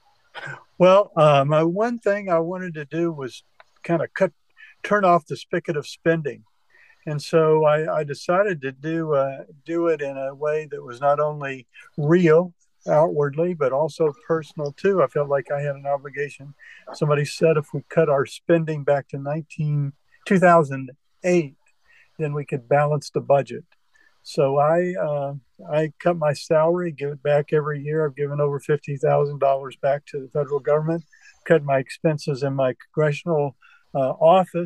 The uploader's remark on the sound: Open Forun in The Villages. This episode was recorded remotely via Zoom. Thus the audio quality was far below standard.